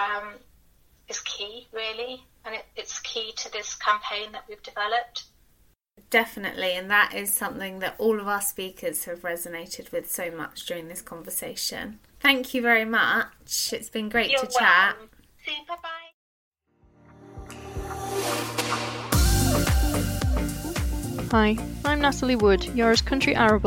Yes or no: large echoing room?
no